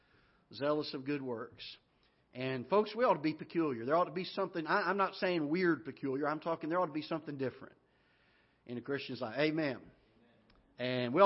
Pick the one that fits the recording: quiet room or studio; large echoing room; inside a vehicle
large echoing room